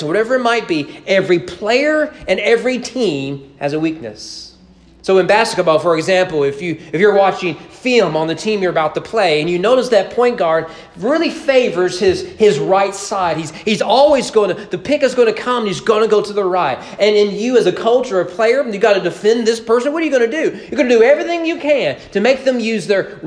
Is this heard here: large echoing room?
yes